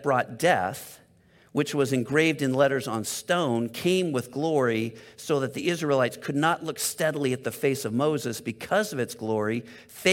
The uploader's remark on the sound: Delivered on 12 June 2022 at Grace Church of La Verne . At Grace Church of La Verne .